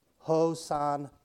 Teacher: it's actually pronounced with an accent on the last syllable